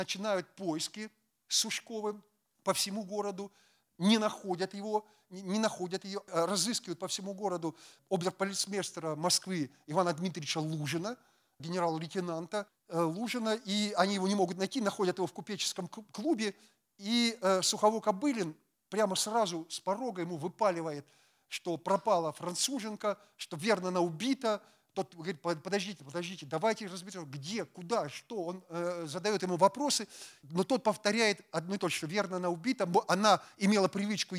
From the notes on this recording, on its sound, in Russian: Лекция в рамках XXVI Международных писательских встреч. Дом культуры «Ясная Поляна».